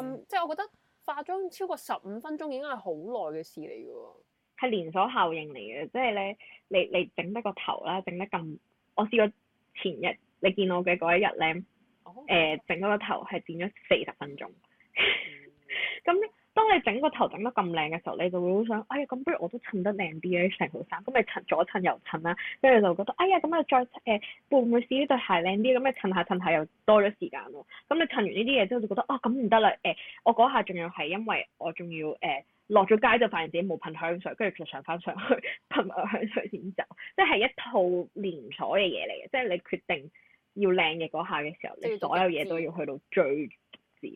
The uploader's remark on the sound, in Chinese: 請大家包容一下今集的音質，就當我們是電台接了一個call-in進來吧